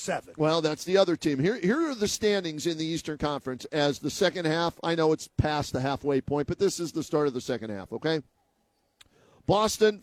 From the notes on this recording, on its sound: live from Rocket Mortgage Fieldhouse